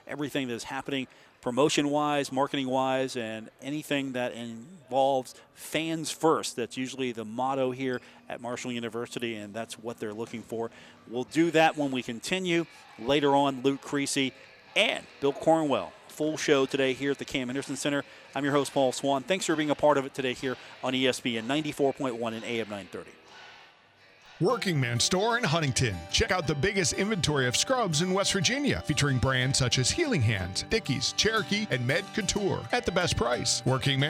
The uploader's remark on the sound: Broadcasts live from the Cam Henderson Center on the campus of Marshall University.